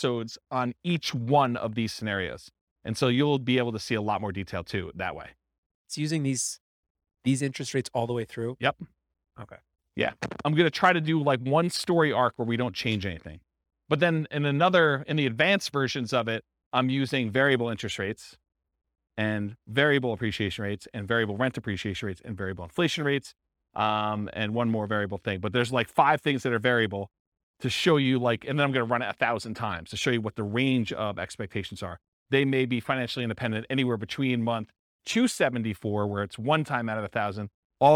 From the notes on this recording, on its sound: This was a live class recorded